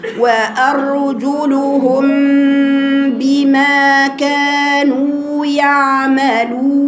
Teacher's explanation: الميم مع الباء في غنة، حركتين خيشوم